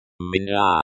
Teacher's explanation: Mina is pronounced with stress on the second syllable.